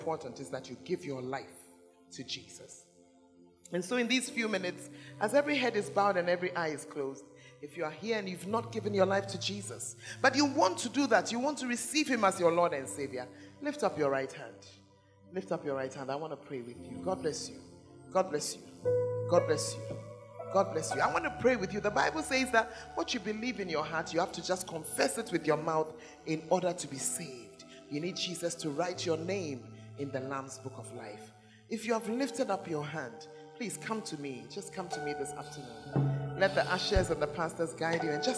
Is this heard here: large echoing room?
yes